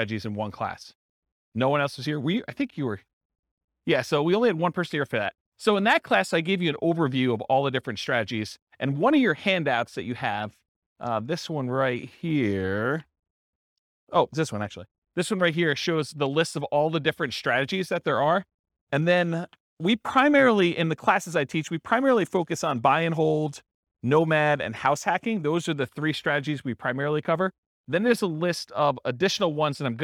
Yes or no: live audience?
yes